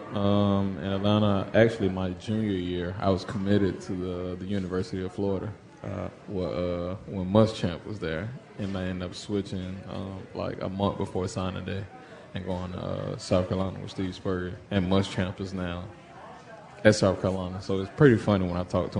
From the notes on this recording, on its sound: Live at Pearl Bar and Dining.